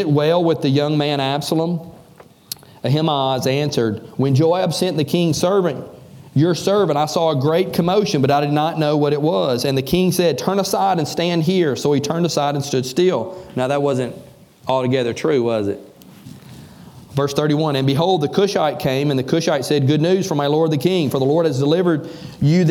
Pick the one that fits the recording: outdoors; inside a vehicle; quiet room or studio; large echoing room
large echoing room